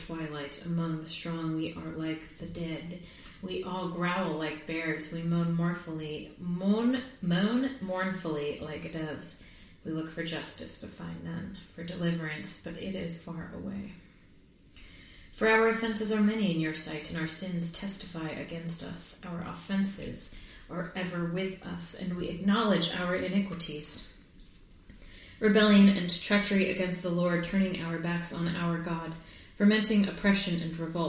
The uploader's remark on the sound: Live from the tub